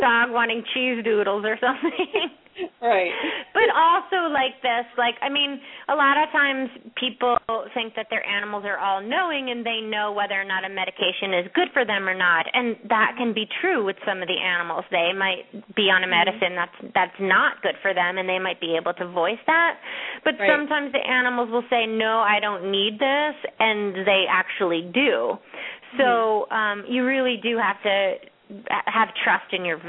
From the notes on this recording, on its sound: open up the lines for listeners to call